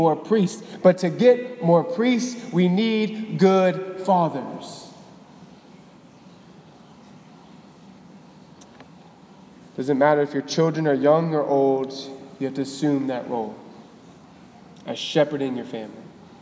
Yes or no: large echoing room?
yes